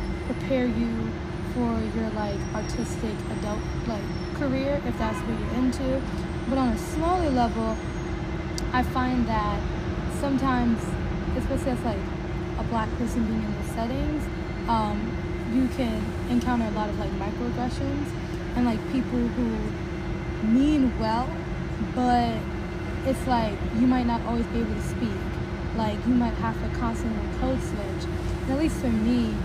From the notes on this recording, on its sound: Outside of the Amazon Spheres in Seattle! There might be some outside background noise.